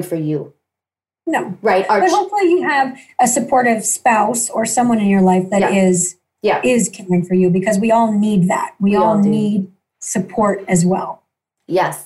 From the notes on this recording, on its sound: Joins me via Zoom.Us.